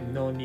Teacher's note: 最後の D なんかも発音してないので No need って感じで発音します